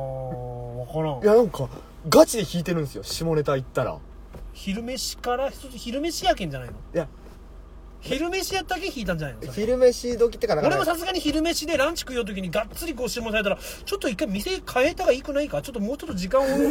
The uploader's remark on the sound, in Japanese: 会社の忘年会終わり、一次会でさっと帰ったのち、いつもの営業車の中で酔っ払いトークです。